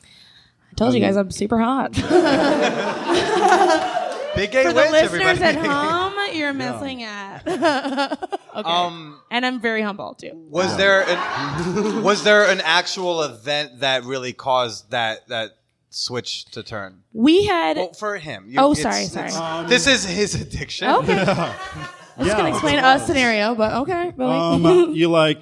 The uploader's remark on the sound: LIVE from Chicago. Recorded at North Bar on June 28, 2019.